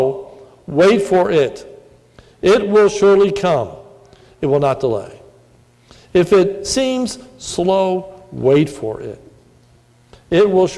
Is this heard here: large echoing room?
yes